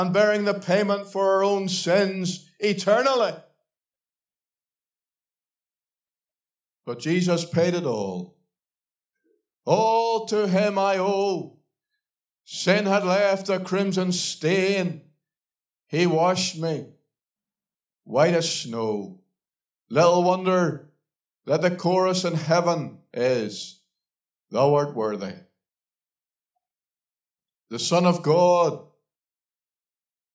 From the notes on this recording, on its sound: Gospel Audio Recording from Ballyclare Gospel Hall